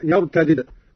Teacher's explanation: قرأ قالون على فك الإدغام أي بدالين: الدال الأولى مكسورة والثانية مجزومة هكذا يرتدد، وهي لغة أهل الحجاز وعليها الرسم المدني والشامي.